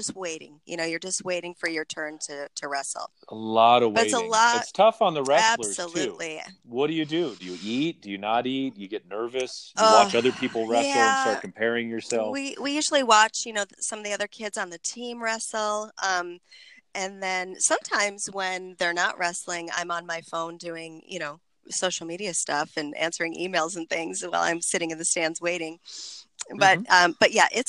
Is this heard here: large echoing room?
no